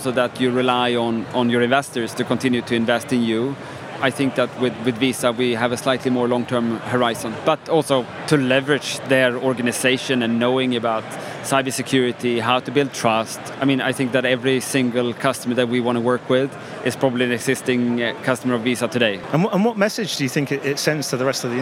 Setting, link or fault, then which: setting, busy venue